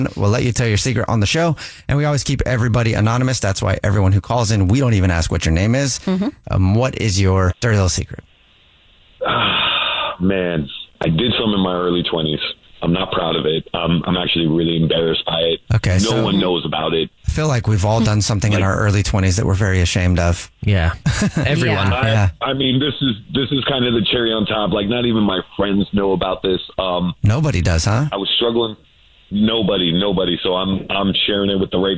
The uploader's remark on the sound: The caller. There is a guy on the phone today.